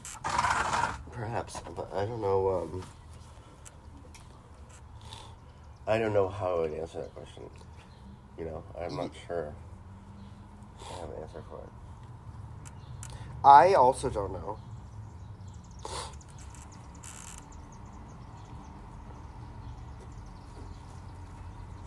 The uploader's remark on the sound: Don't come at us about the sniffling.